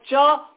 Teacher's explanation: जिह्वा के मध्य भाग का संबंध तालु के साथ है, इसलिए जिह्वा का मध्य भाग तालु में लगेगा